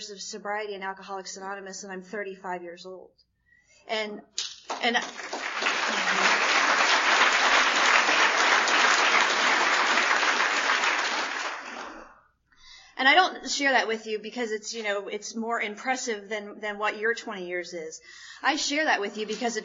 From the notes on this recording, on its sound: speaking at the Mid-Winter Conference in Hilton Head, SC on 01-28-2007